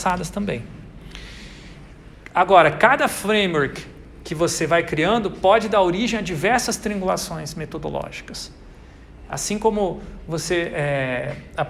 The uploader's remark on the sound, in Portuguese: Grava��o realizada na disciplina Metodologia da Pesquisa do curso de Tecnologia em Design Gr�fico da UTFPR.